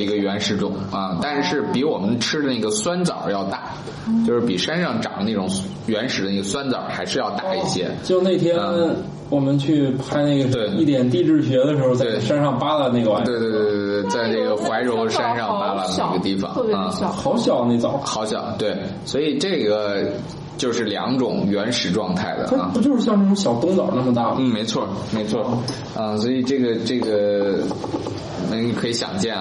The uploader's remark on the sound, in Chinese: 本期节目在玉米实验室的办公区用录音笔录制，可能有街道上的杂音，请见谅。